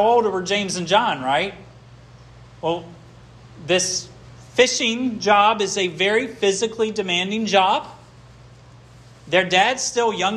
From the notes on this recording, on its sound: This sermon was preached at Hope Fellowship